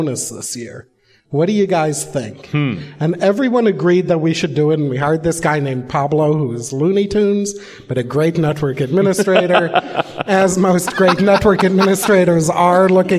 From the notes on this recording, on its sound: In front of a live audience. Visual Studio 2010 Road Trip in Phoenix, AZ.